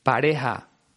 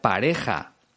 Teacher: el sonido de la G y de la J es aspirado, como si fuera una H inglesa. · Shown in: first take